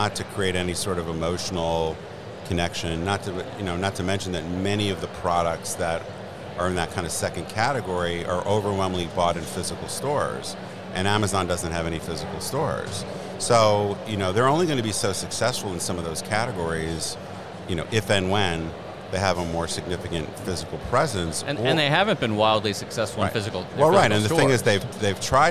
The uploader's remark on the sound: This episode is live from The Lead Innovation Summit in NYC